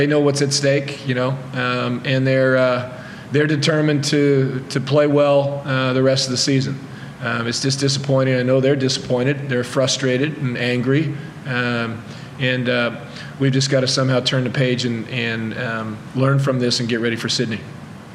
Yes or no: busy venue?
yes